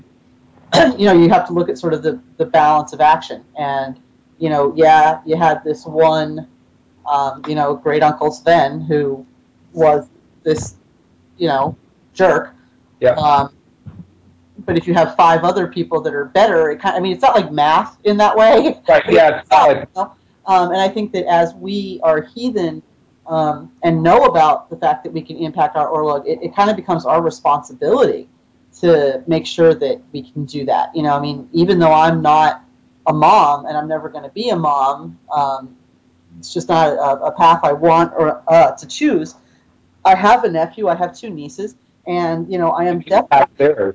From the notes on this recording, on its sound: Troth Skype Moot. We managed to stuff almost 10 people into a single audio chat room to talk about the Ancestors.